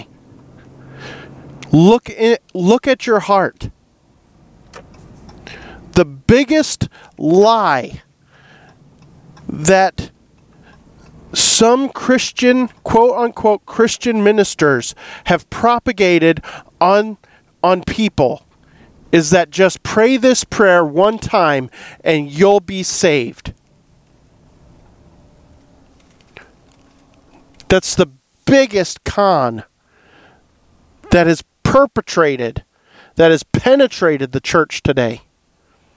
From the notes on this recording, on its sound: In this episode I do a Faith Friday episode in the truck.